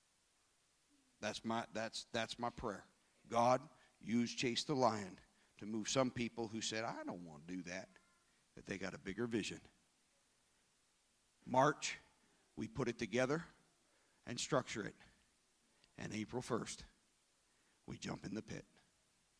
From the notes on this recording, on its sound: This service was recorded live at Newark United Pentecostal Church.